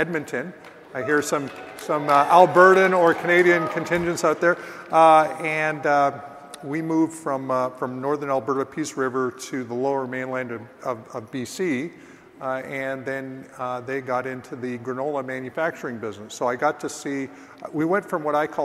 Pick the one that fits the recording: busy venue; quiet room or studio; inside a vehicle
busy venue